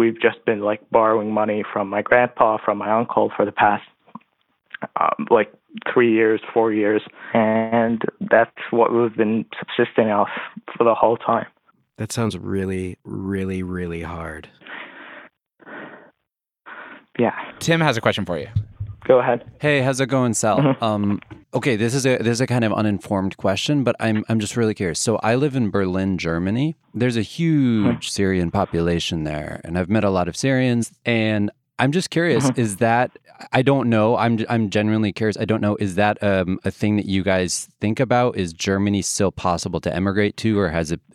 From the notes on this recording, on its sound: The Reply All Hotline. Open up the phone lines.